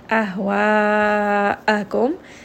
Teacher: hamza, again, like we mentioned, is going to be from the lower throat. It is a very sharp sound.